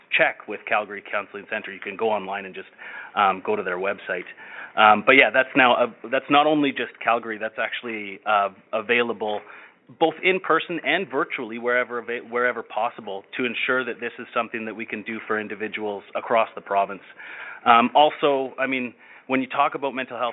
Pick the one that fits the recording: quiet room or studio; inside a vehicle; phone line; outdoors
phone line